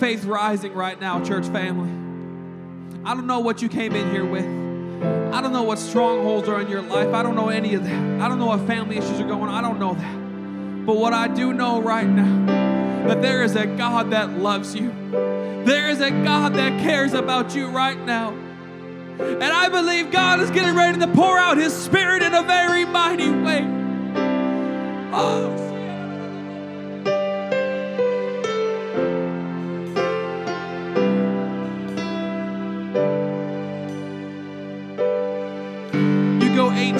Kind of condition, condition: setting, large echoing room